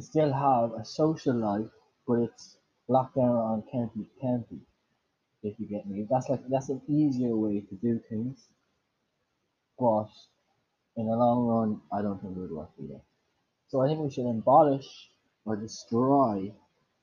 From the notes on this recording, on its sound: sorry about the audio